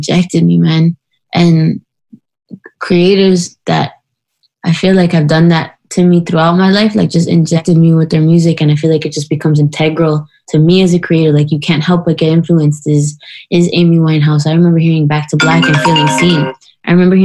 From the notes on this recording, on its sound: While at home in Toronto. Jumped on a Zoom call.